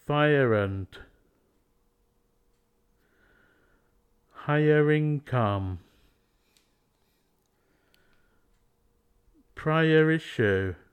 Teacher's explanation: R is added when aya meets a vowel sound in a VV connection. · Term: Adding sounds